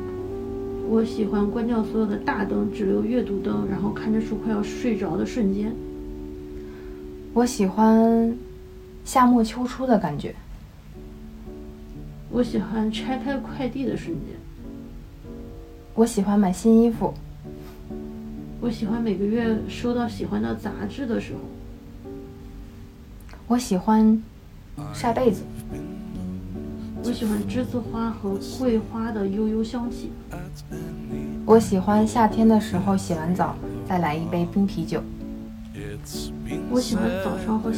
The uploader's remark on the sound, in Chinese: 录制的时候很放松，收声上可能会有些杂音。